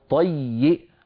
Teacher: طيء بتشديد الياء وكسرها ثم همزة في آخرها